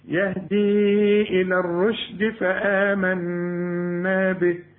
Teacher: كل الحروف دي مرققة ما عدا الراء، الراء مفخمة